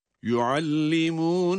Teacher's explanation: Ra'nın kendi harekesi üstün ya da ötre olsa bile duruş halinde sükuna dönüştüğünden dolayı öncesindeki harekenin etkisi altında olur ki o hareke esri olduğuna göre ra da burada ince okunur. Kalın okunmaz.